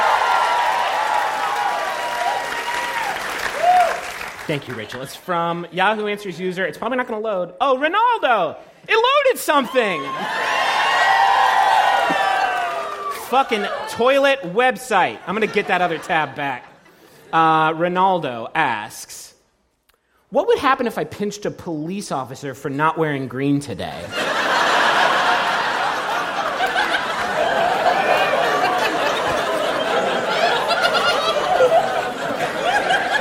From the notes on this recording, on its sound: Remembering How to Do Live Shows in Portland. Listen in to our nearly two-hour-long live show in beautiful Portland, Ore., which we performed after not doing a live show for over six months. It was also our first live show using lavalier mics, which led to a lot of what we in the comedy industry like to call "working the room."